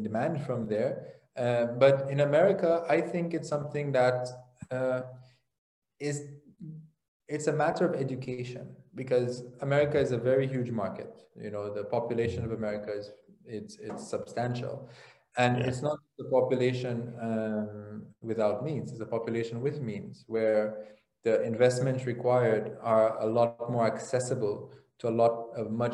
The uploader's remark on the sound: LIVESTREAM. For those joining us on Zoom.